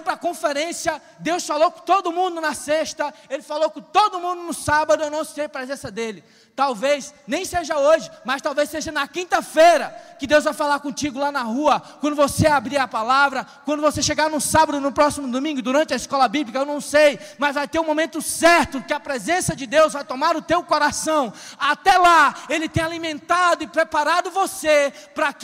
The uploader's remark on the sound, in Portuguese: CONFERÊNCIA CONEXÃO DINAMUS AO VIVO 22.08.2021 - NOITE